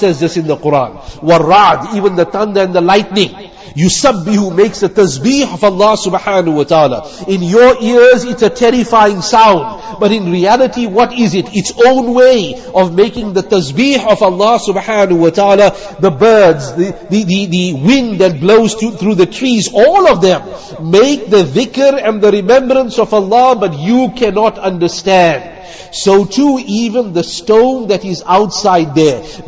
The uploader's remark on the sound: Jumuah lecture